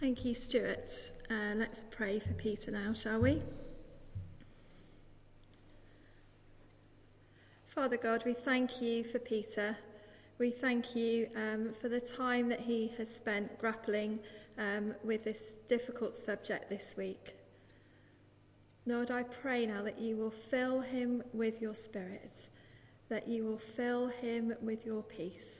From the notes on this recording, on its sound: Live. Christ Church, Bayston Hill (UK).